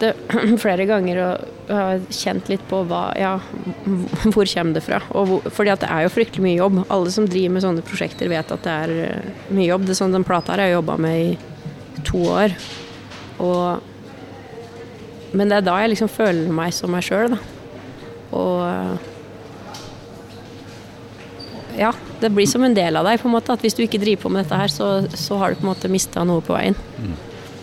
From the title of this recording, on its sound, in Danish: Live fra Domus